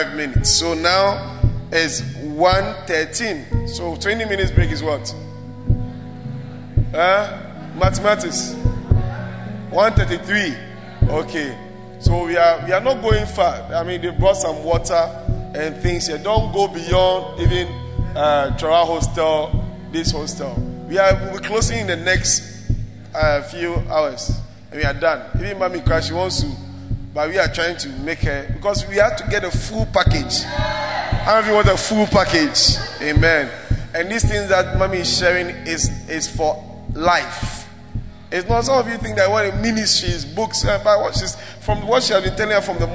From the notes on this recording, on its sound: preached in First Love UCC